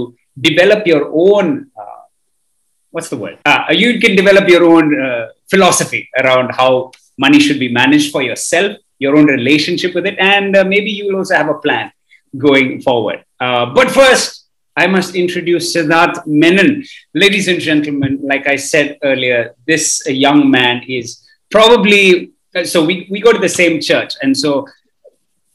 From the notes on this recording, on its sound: This conversation took place on Zoom